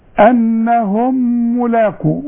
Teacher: ميم بعدها ميم، لازم في غنة